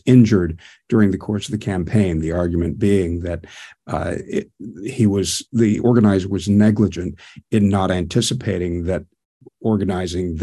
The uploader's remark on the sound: This episode was recorded before a virtual live audience